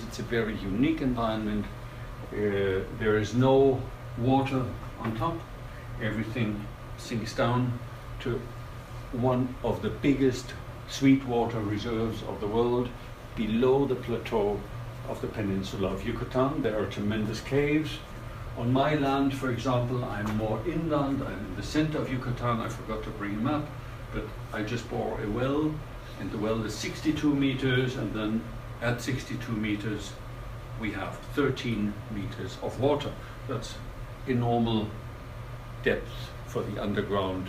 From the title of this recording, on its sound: lecture at Tallinn University 21.11.2018